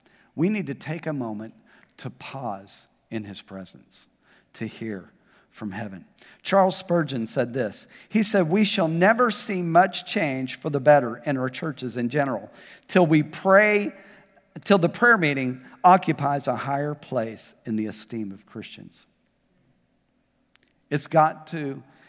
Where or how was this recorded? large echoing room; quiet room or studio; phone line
large echoing room